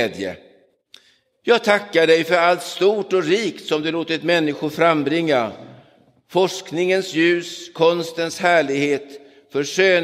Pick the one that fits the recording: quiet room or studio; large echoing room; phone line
large echoing room